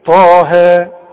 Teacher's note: الطاء تخينه والهاء مرققه